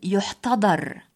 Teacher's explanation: الصواب فلان يحتضر بضم الياء وفتح الضاد، فالفعل احتضر لا يستعمل إلا بصيغة المجهول.